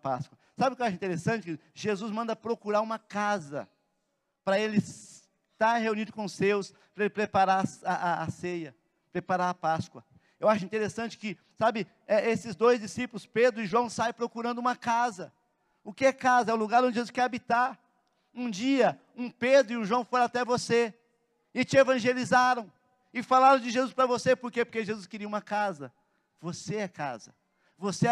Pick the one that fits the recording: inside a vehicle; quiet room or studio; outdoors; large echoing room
large echoing room